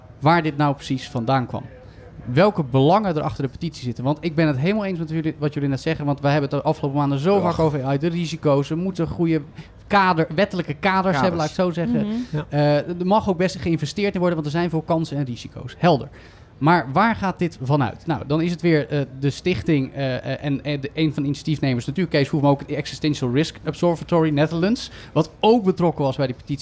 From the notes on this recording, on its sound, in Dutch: Live vanaf TNW. Live vanaf TNW.